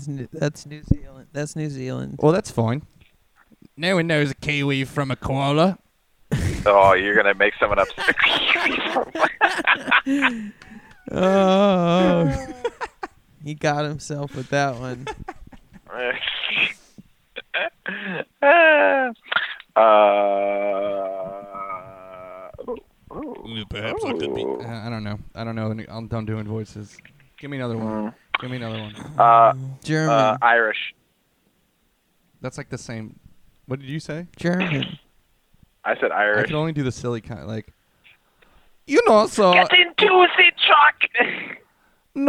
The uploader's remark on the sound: (*On the Phone). Get their new foreign correspondent from England on the phone.